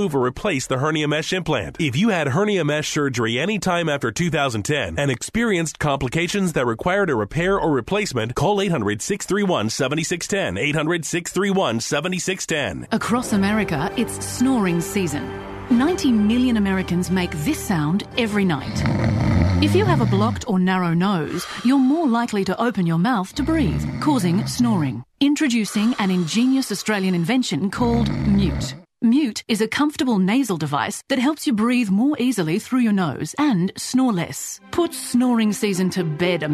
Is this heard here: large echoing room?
no